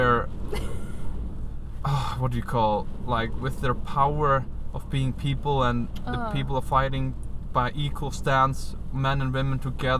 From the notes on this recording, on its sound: Live from the storm. We are LITERALLY recording in the car in the storm at night next to a kindergarten.